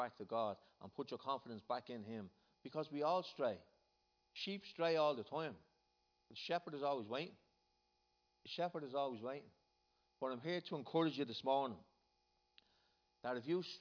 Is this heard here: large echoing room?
yes